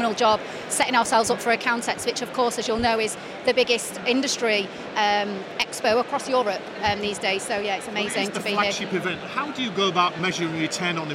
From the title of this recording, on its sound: Accountex 2023 Live Interviews